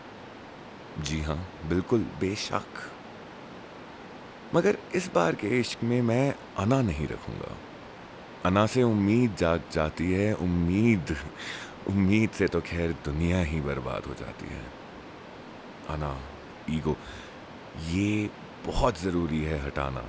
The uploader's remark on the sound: This is against the backdrop of a flowing river and wind chimes and also my 1st recording on a new setup.